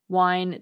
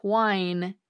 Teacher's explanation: when people stop pronouncing the H, these two words sound the same · Term: merger